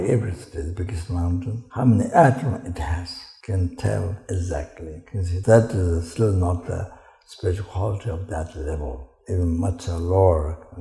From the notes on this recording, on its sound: The teaching for this episode was recorded on June 30, 2019, at Ganden Buddhist Centre, Latvia.